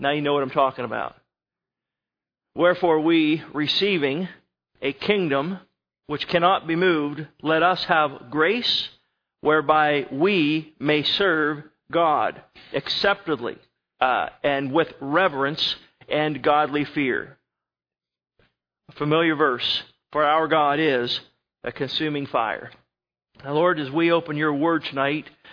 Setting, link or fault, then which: setting, large echoing room